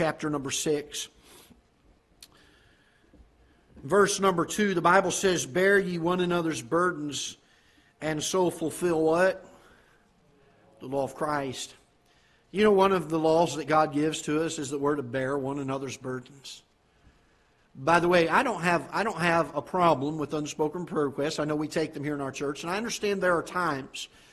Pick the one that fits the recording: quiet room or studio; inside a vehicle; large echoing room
large echoing room